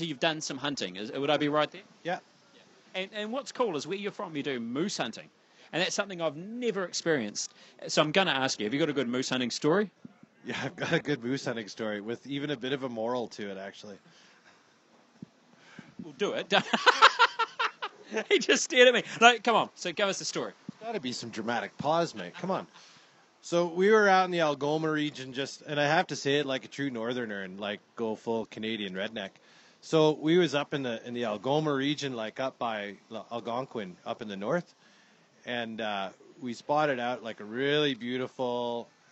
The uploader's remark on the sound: Audio is not great! At a pub again. Sorry the audio is a little off (SHIT IN OTHER WORDS), somthing was not working as well as it should!!!